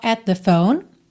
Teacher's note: at com the, você junta num som só